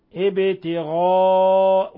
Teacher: ومن يفعل ذلك ابتغاء لاحظوا تفخيم الغاء الغين لاحظوا تفخيم الألف وهذا مد متصل يمد من 4 إلى 5 حركات ابتغاء ولا نقول ابتغاء إنما نفخم الغين لأنها من حروف الاستعلاء · متصل يمد من 4 إلى 5 حركات ابتغاء ولا نقول ابتغاء إنما نفخم الغين لأنها من حروف الاستعلاء من الحروف 7 خص ضغط قض إبت ولاحظوا تقلقلة الباء ابتغاء